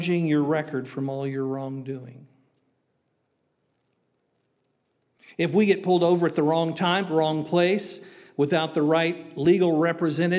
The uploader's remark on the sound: This was originally recorded at Palestine Church of Christ on Sunday Aug 13th, 2023.